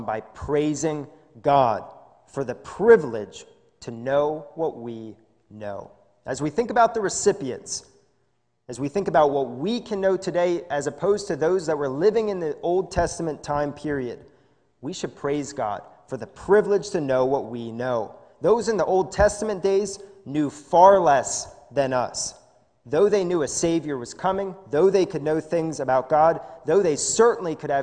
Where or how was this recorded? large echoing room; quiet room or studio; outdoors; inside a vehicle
large echoing room